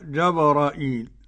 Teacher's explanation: كلمة جبريل فيها من القراءات الواردة بالطرق الصحيحة جبرائيل بفتح الجيم وسكون الباء المقلقلة وفتح الراء بدون مد وهمزة ويا